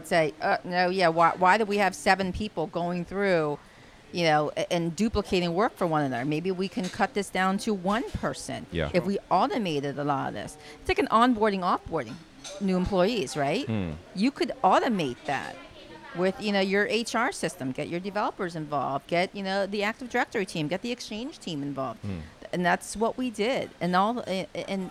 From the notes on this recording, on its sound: When sitting having our morning breakfast at the Grand Hyatt in Hong Kong, we started a conversation